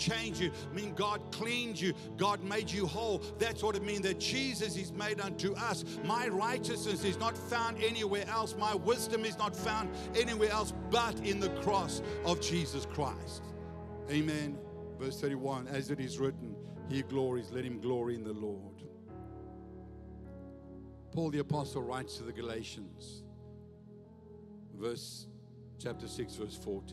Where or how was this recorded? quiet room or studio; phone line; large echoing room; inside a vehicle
large echoing room